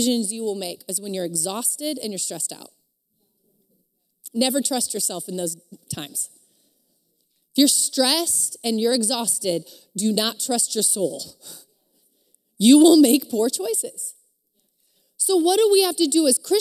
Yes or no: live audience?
yes